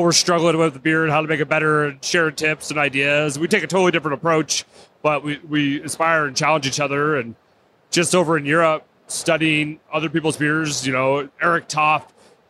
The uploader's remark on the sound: Recorded on location at The Great American Beer Festival 2017 - Denver, CO.